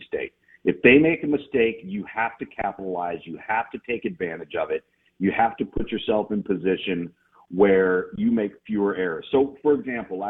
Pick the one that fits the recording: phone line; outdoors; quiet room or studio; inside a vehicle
phone line